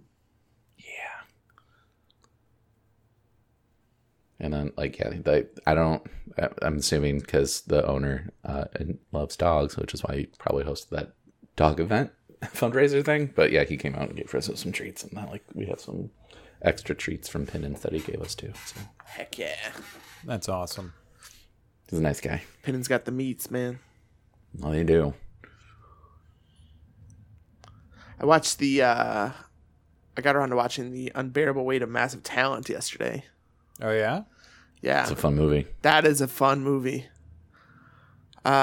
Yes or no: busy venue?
no